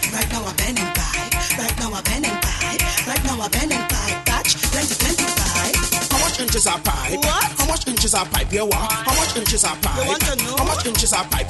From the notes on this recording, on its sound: Caribbean Sessions - THE EVENT LIVE. CaribbeanSessions LIVE EVENTCARIBBEANSESSIONSSOCA PARTY.